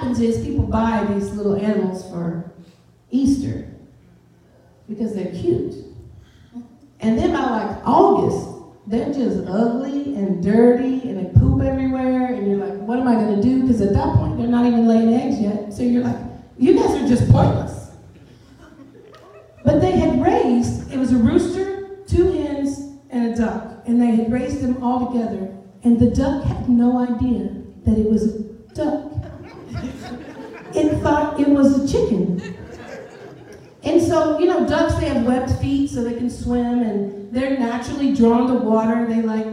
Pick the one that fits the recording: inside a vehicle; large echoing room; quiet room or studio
large echoing room